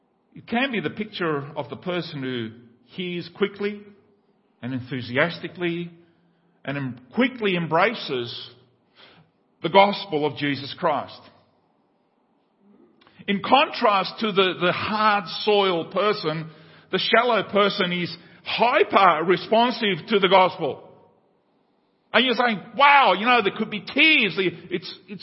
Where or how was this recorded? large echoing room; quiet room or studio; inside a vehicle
large echoing room